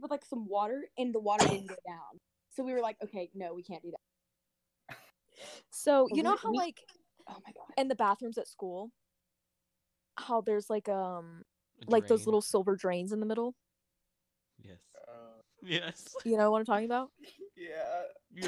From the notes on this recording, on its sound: Audio a bit jank